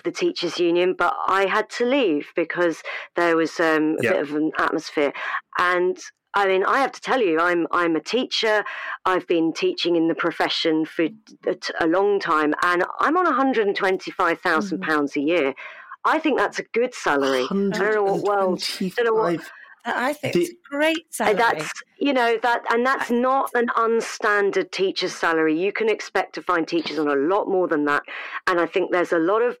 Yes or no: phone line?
yes